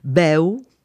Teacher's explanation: Et ça n'est pas la vocalisation en « a » ou en « e ». On a la vocalisation en « ou ». C'est-à-dire qu'on a « beu ». · Term: vocalisation du « l »